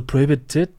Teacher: In Deutschland ist eher dann so prohibited, so mit dem scharfen T